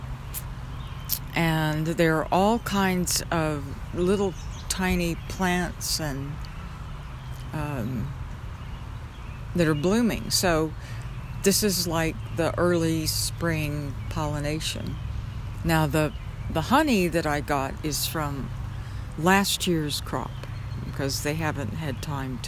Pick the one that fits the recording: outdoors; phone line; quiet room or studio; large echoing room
outdoors